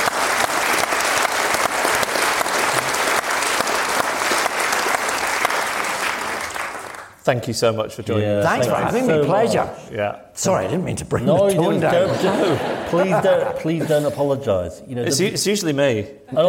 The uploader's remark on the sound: Live at the RSC